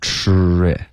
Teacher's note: tri 的这个 tri 的这个音应该是卷舌的